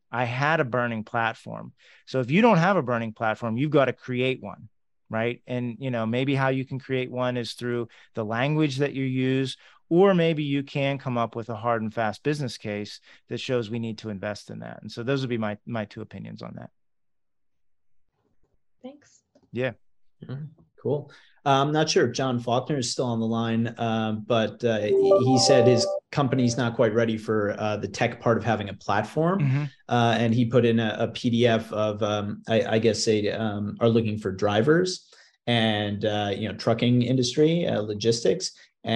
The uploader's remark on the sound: Is a recording from a live webinar. The first 30 minutes is the presentation, and the next thirty minutes are live Q&A from the audience.